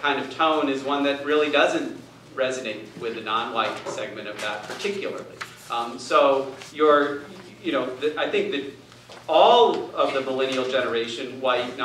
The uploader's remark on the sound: Addresses Ripon Society's Annual Symposium on March 7, 2014